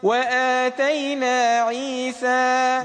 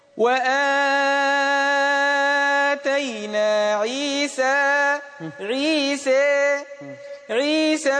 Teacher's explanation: قصر وفتح ذات الياء · Shown in: first take